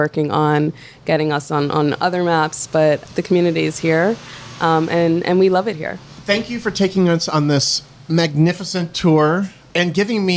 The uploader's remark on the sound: A Walk through Little Caribbean. Listen in on this mini food tour of Flatbush and Nostrand Avenues and discover the secrets of this bustling neighborhood.